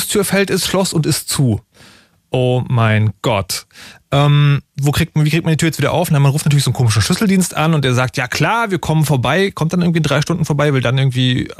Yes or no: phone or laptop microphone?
no